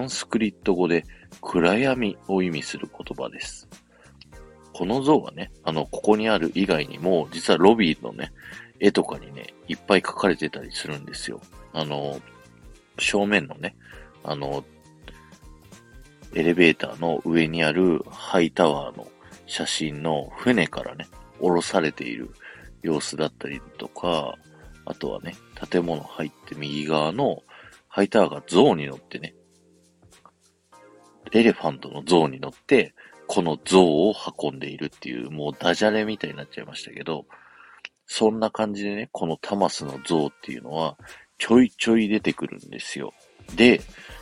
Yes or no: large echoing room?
no